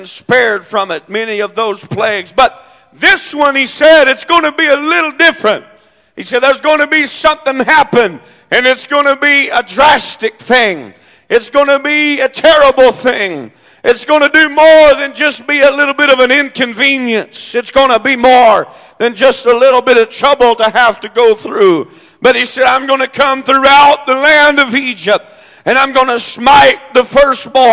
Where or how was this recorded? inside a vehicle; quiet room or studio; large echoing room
large echoing room